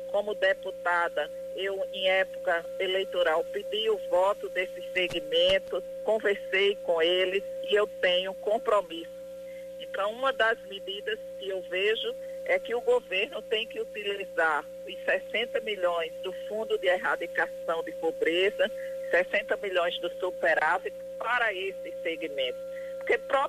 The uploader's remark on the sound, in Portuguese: entrevistaram por telefone